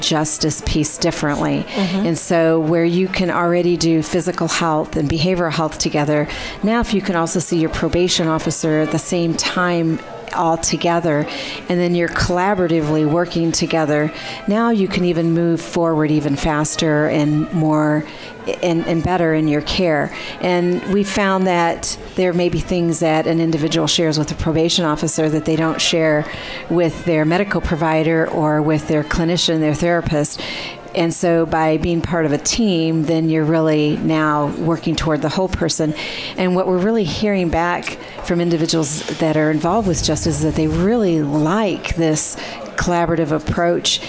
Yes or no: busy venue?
yes